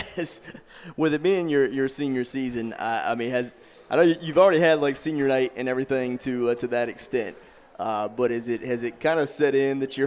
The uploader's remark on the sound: Live from Natty Greene's in Greensboro every Monday night 730pm in season.